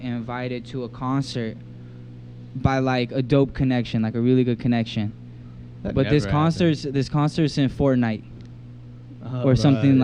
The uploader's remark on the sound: Monster Cast on Location at The Shop In DTLA. Recorded in Downtown Los Angeles.